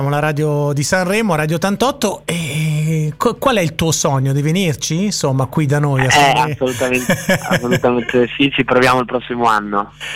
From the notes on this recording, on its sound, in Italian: INTERVISTA TELEFONICA.